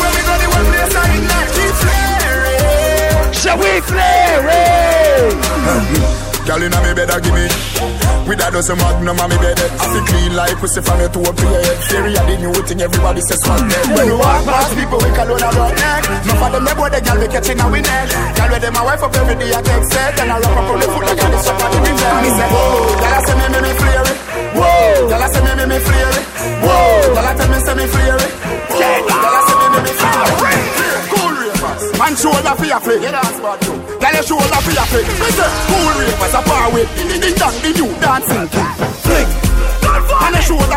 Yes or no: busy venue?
yes